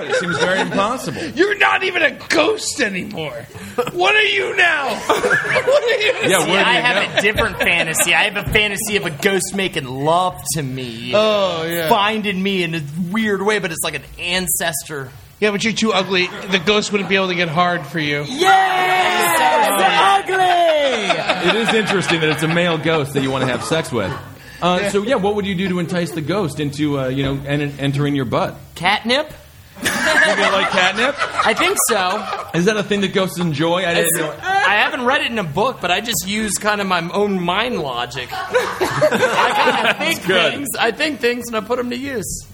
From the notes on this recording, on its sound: Live at the Creek and the Cave! It’s our first ever live episode!